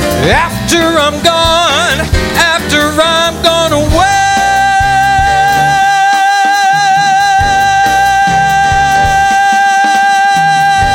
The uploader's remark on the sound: Live at the South Point Casino